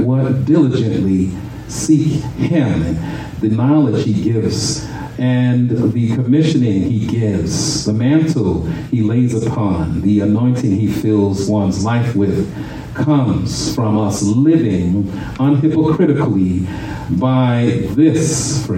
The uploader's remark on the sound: shared this message live at RACC on 5/28/23.